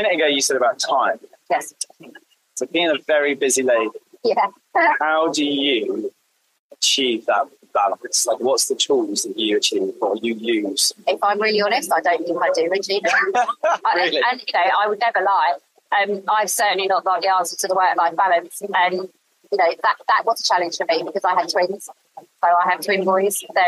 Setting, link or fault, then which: fault, poor sound quality